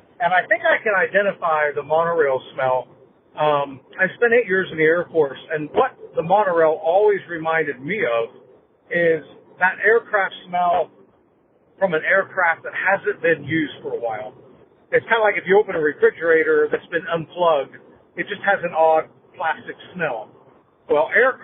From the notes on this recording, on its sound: Three Bridges Live Review. Come with me to Three Bridges Bar and Grill at Villa del Lago at Disney's Coronado Springs Resort for a live dining review of a resort lounge.